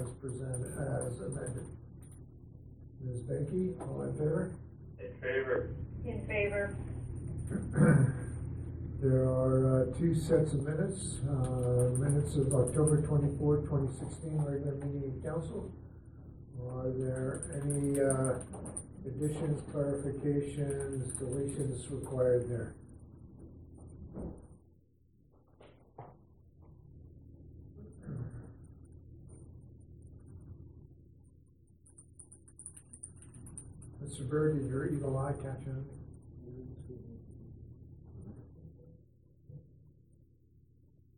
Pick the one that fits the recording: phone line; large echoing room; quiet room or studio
large echoing room